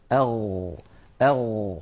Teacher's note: وهي أيضا حرف رخو يعني قابل للمط أغ أغ فصوتها قابل للتطويل فلذلك ليست هي من حروف أجد